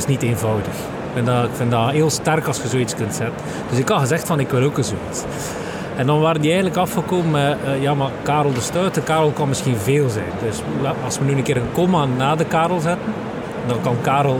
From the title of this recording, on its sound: Horeca Expo Live